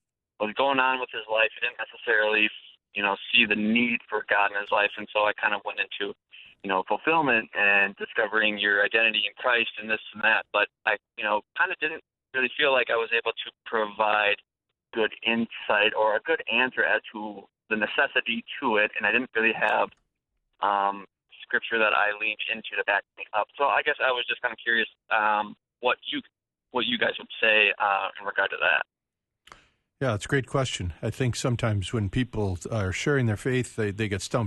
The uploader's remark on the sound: We open up the phones